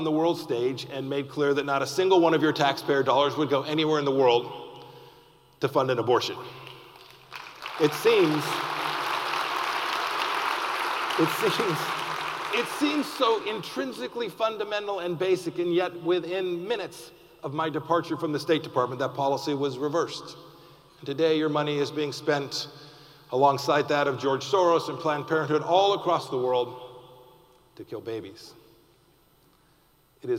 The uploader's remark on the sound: keynote address from our annual gala this year